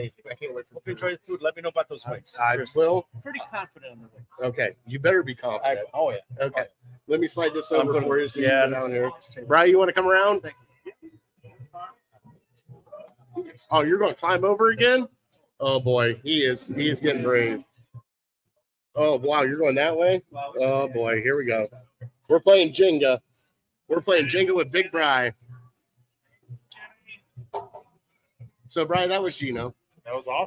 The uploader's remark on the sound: Live At Gino's